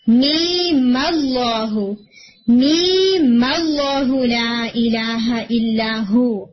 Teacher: اس میم لاسٹ والی میم کو جو کہ ساکن تھا آپ نے ٹیمپریری فتحہ دے دی